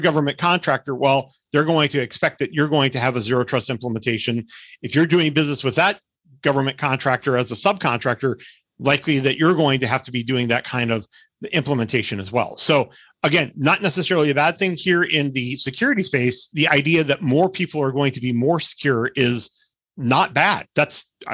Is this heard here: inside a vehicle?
no